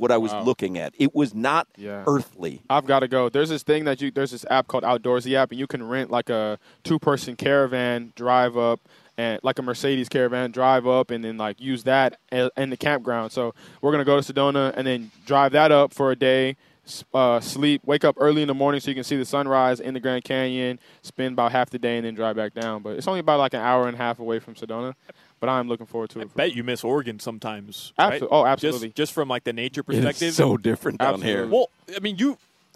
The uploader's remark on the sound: joins the show live at Hollywood Kia